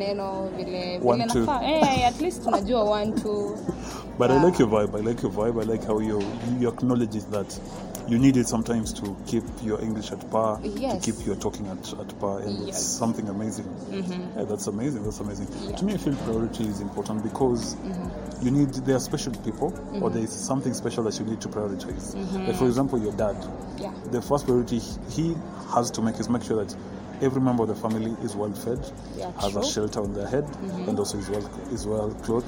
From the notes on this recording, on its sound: we sat down at the mall and decided to record this amazing 35th EP